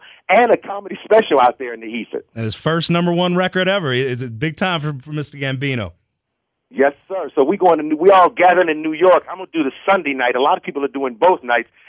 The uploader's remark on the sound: called into Comedy 1031